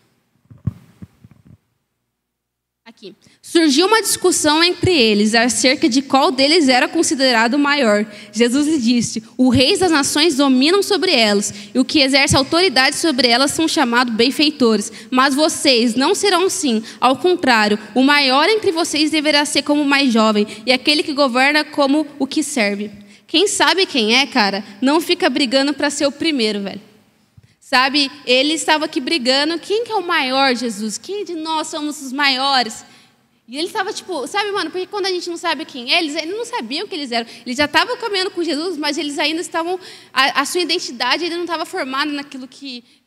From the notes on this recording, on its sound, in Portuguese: Mensagem ministrada ao vivo.